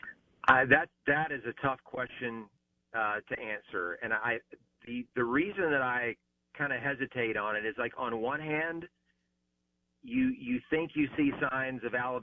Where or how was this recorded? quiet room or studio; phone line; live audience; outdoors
phone line